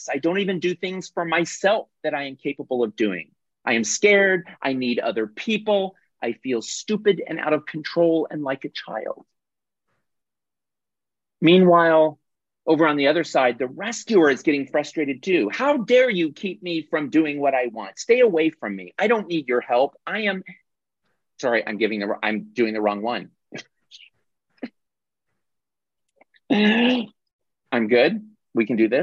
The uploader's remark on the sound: This is the audio recording of our monthly Zoomy Zoom